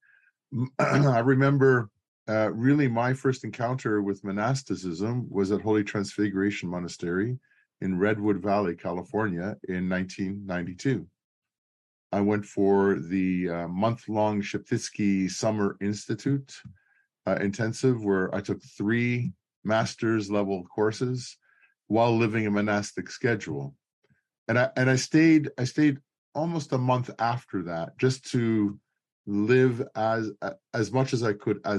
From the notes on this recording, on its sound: This is a recording of the eighth webinar in the Becoming Byzantine series.